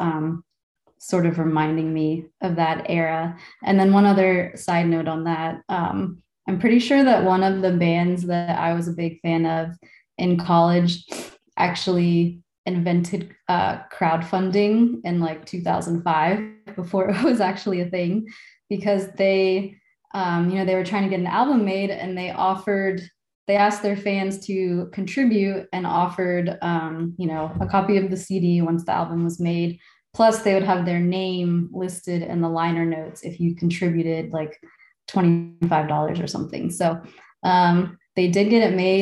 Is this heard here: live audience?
no